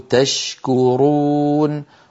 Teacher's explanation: الشين من وسط اللسان، الكاف من أقصى اللسان مع الحنك اللحمي والعظمي، أيضا ليس بينهما علاقة ولا إدغام، نقول تشكرون ولا ندغم الشين في الكاف ولا شيء أبدا.